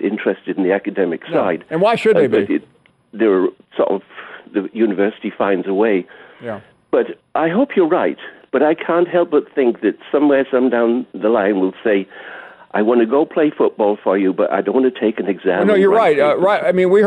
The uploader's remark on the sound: more of your phone calls